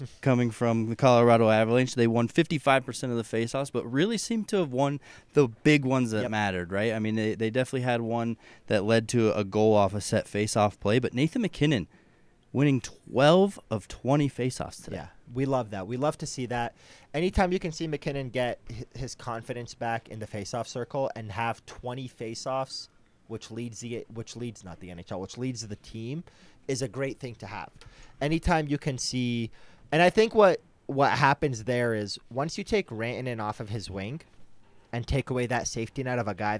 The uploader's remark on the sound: All that and more on this live from the rink post-game edition of Hockey Mountain High.